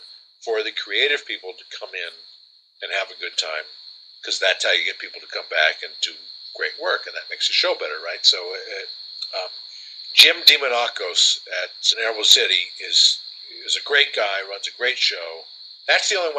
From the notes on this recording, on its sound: There were some major problems with the recording but we did manage to fix a good chunk.